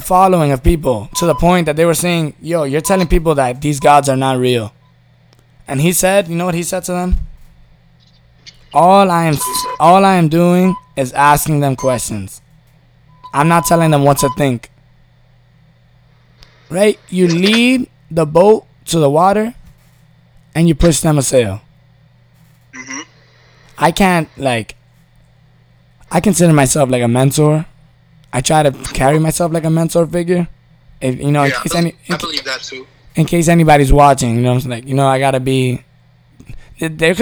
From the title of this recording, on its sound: Phone call